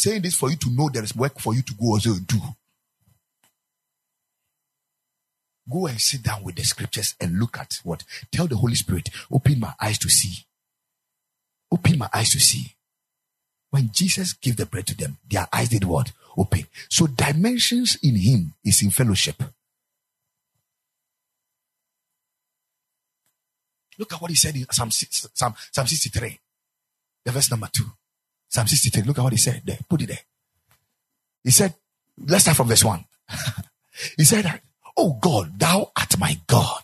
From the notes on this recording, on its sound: Preached at the Ekklesia Chapel